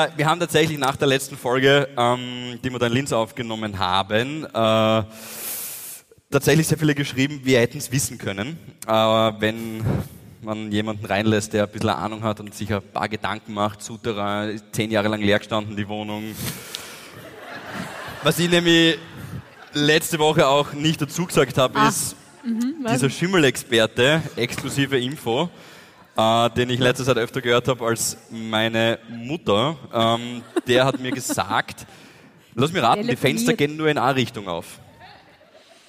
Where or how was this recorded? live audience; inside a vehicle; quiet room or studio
live audience